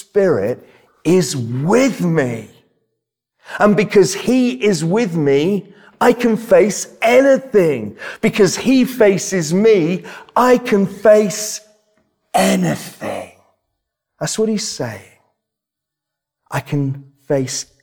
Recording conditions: large echoing room